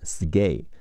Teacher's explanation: K 本来发科的音，在这里变成歌